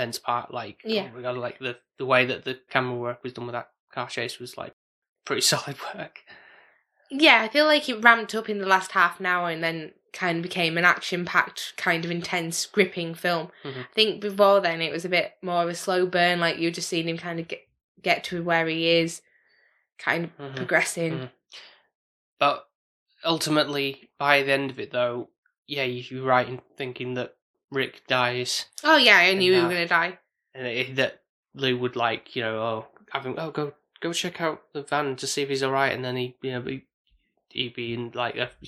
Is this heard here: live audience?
no